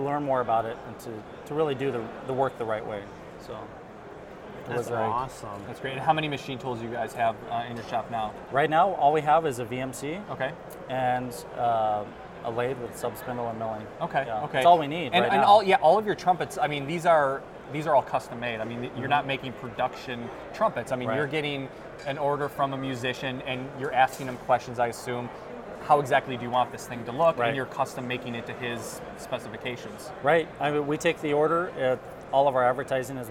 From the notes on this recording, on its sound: We are coming to you live from IMTS 2016! Our IMTS TV studio.